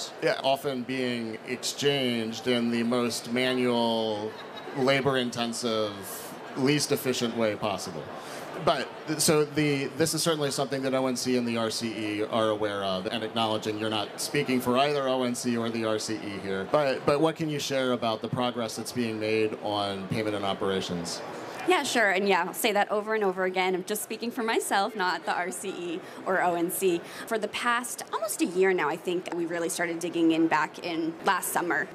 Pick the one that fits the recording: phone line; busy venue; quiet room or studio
busy venue